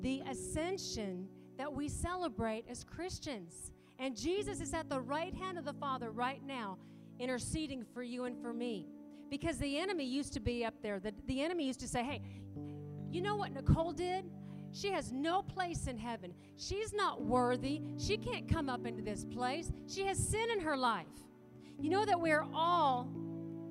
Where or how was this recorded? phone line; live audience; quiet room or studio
live audience